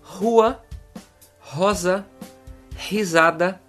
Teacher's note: la letra R puede tener el sonido de una J muy suave